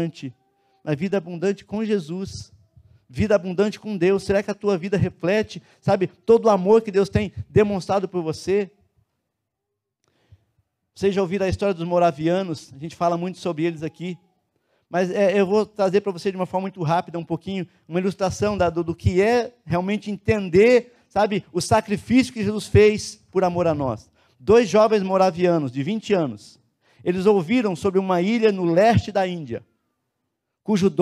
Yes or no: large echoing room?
yes